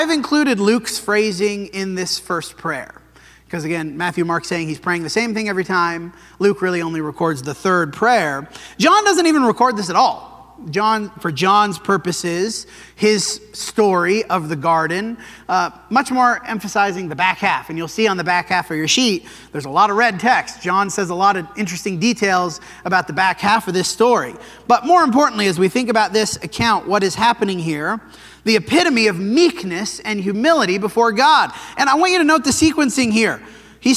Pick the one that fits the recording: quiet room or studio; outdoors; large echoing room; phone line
large echoing room